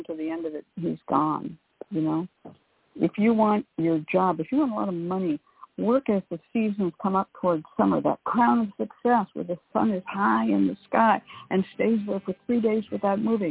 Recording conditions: phone line